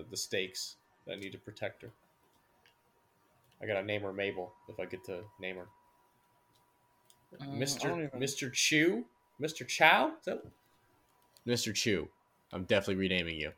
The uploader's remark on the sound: the microphone issue is still there